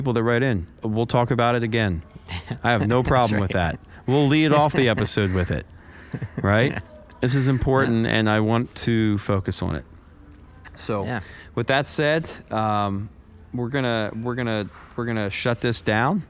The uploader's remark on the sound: recording from a hotel lobby on his day off from tour